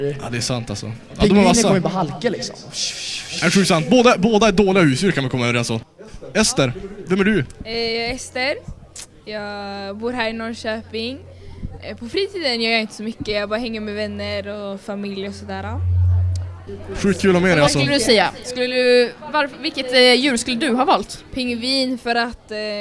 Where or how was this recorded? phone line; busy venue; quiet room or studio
busy venue